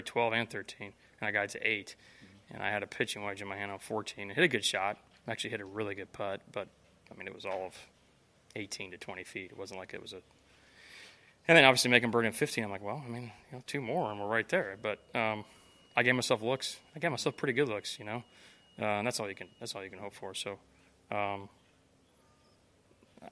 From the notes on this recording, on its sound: Broadcasts live from Sea Island and the RSM Classic with special guests throughout.